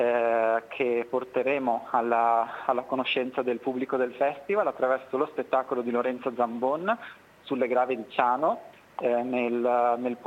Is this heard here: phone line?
yes